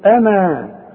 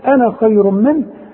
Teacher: الالف تمد مدا كاملا طبيعيا، تقول انا. طب وحوصل تقول انا خير من، يبقى تخلي على النون فتحة فقط بدون مد، وكل انا ما تلاقيها في القرآن نفس الحكم.